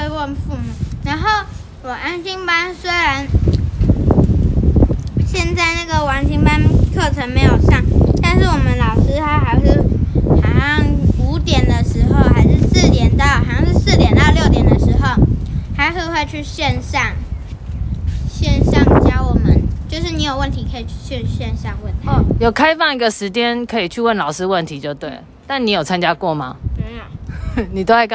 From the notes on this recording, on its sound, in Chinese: 本集頂樓風大收音。來到樓頂偽野餐。